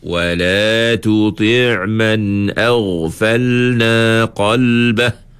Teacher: Huruf qaf tu kan huruf tebal. Ha, jadi ingatlah kita angkat pangkal lidah bila sebut huruf huruf qaf.